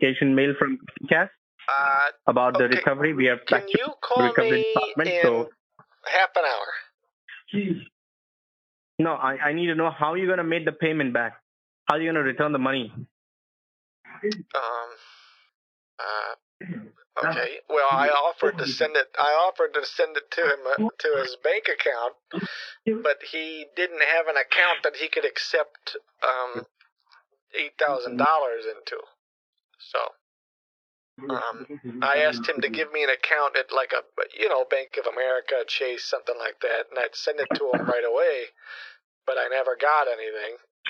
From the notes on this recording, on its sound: on the phone with scammers claiming to work for Comcast